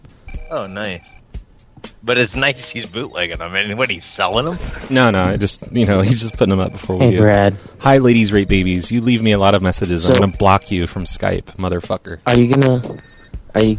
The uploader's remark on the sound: …'s Personal Prank Phone Calls Collection.